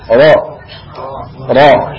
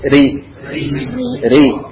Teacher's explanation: Ro ketika fathah dia tebal. Ro, ro. Kalau kasroh tipis.